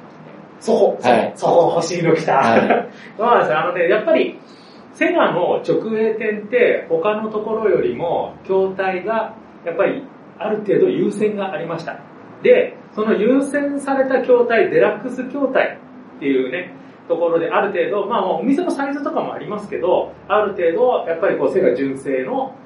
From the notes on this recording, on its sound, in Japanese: 秋葉原公開収録配信。秋葉原で行いました公開収録の様子を。音声が普段と違いますがご了承ください。